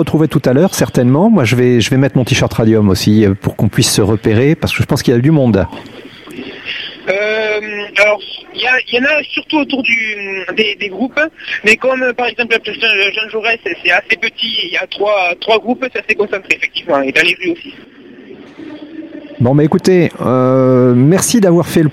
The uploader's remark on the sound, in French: Vous retrouvent une seconde fois par téléphone en direct de Castres pour la Fête de la Musique !